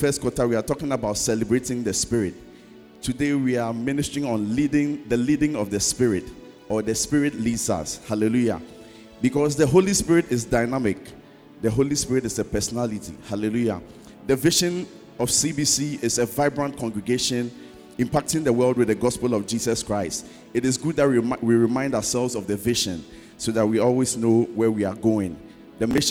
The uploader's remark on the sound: Sermon preached at CBC Shiashie Campus